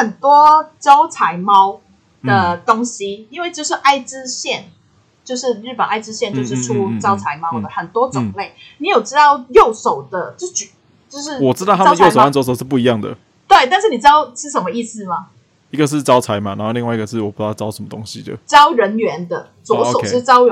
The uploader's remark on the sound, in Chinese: 錄音程序：台北、香港的異地錄音～。今天的錄音品質有點問題，煩請見諒！